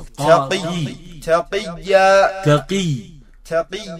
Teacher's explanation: كل القاف مكسورة، ولما تكون مكسورة أدنى مراتب التفخيم